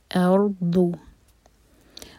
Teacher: جب ضاد پڑھیں تو زبان کی ٹپ نہیں یوز کرنی، زبان کا سائڈ یوز کرنا ہے